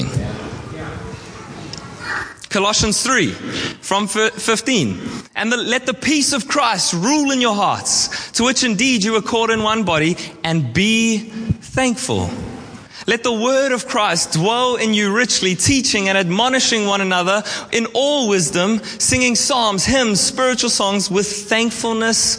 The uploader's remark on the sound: at our All In Service on 29/10/23